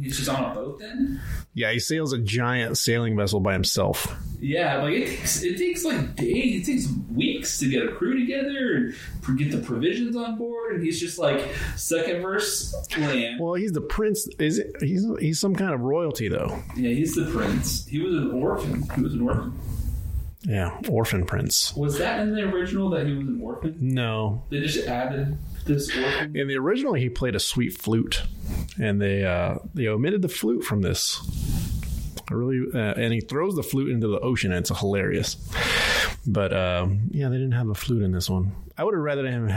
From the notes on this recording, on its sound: AUDIO ALERT!!!!! The audio isn't perfect, but it is manageable.